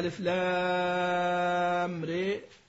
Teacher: في أوائل السور هو يميلها، اللي هي الراء من ألف لام راء وأخواتها · Term: الإمالة